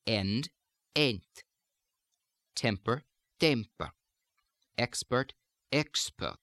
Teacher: the E, which migrates slightly toward the A